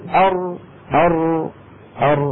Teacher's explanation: طرف اللسان يقرع ما يحاذيه من غار الحنك الاعلى · Term: الراء